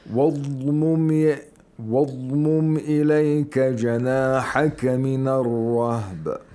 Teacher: Because Dhad is a letter of rakhawa. It's not a letter of shidda originally.